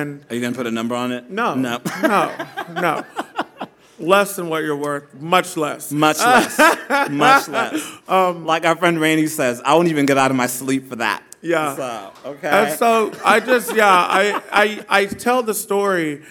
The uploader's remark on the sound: Recorded live at Tulips in Fort Worth.